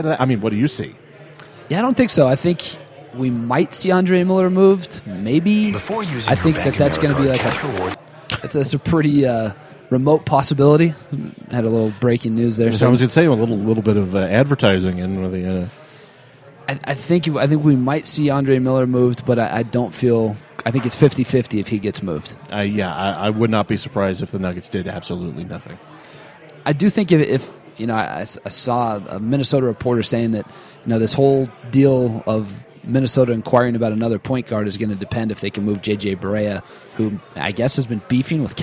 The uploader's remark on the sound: Live at Jake's Food & Spirits (3800 Walnut St.) to record this week's show.